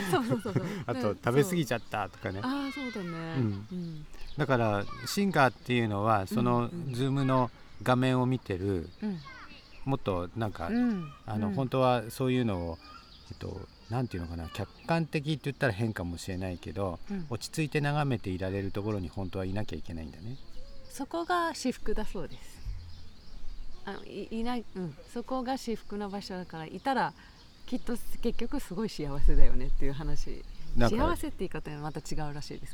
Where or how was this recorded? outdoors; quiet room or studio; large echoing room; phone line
outdoors